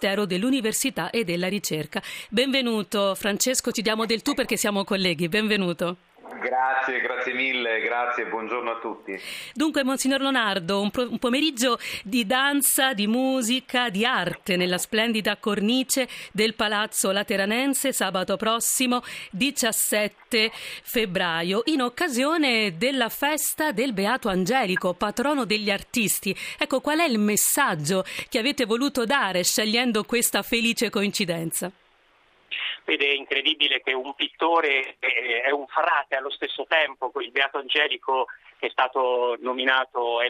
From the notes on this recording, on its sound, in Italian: Sono nostri ospiti al telefono